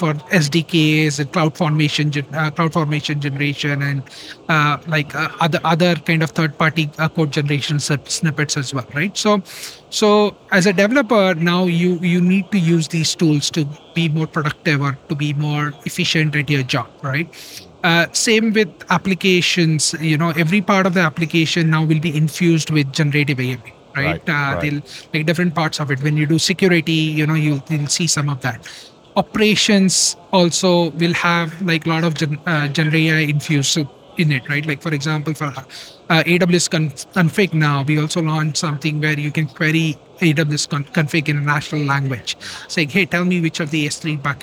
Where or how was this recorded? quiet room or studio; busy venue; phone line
busy venue